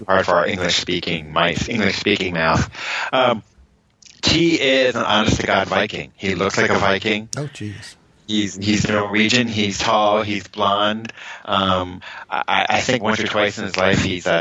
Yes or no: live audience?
no